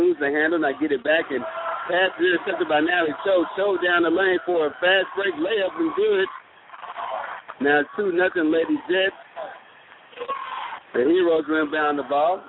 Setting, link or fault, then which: setting, busy venue